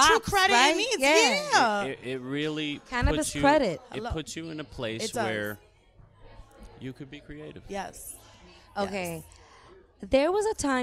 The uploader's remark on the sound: we are Lit Latinos Out Loud LIVE from the Garden State of Mind “Light-N-Wick” cannabis candle-making event